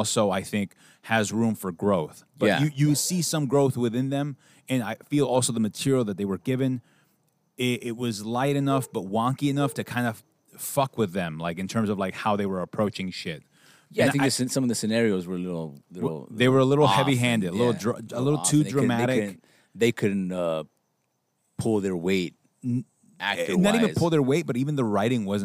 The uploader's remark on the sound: Recording Outside. Outside with all the noise that comes with it.